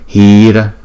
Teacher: chữ hi chúng ta đọc hai nhịp và chữ ra chúng ta đọc một nhịp